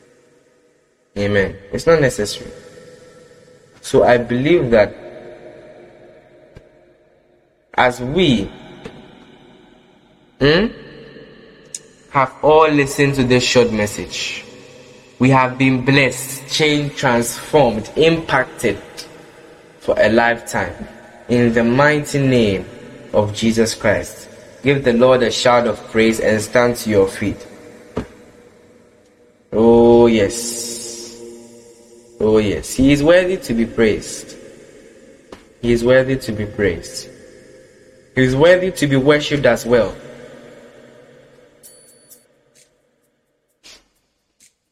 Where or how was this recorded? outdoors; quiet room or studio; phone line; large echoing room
large echoing room